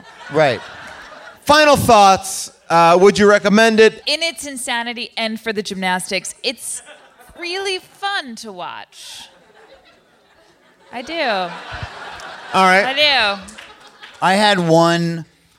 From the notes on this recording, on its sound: Recorded live at Largo in Los Angeles